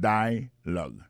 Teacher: nous a remarqué que l'accent tonique là tombe sous premier syllabe là